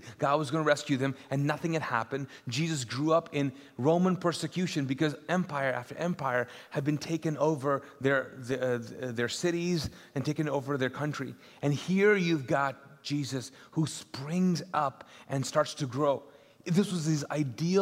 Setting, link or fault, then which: setting, large echoing room